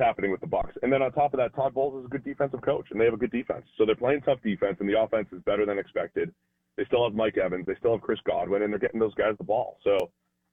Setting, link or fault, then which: link, phone line